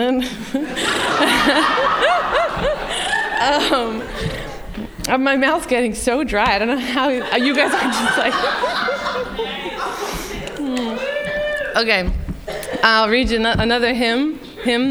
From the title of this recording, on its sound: Live At The Philadelphia Ethical Society